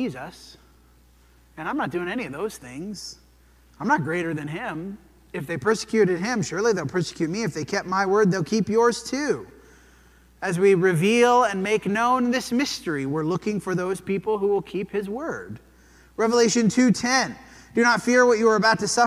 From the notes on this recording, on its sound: This sermon was preached at the Dewey Church of Christ on July 9, 2023.